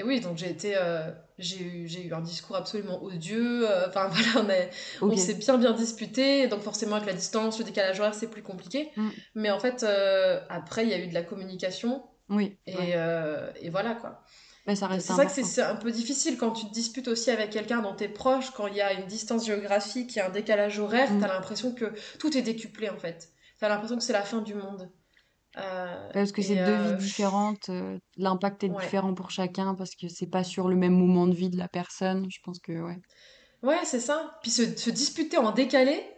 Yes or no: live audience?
no